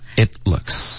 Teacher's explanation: 这个 it 结尾的停顿要干脆，OK，所以你舌尖顶上颚，然后就停顿了。